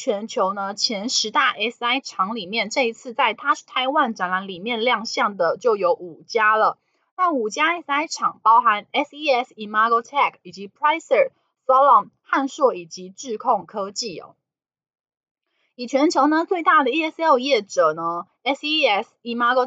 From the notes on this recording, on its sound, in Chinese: 本集有些許雜音，已亟力避免，如有察覺請多多包涵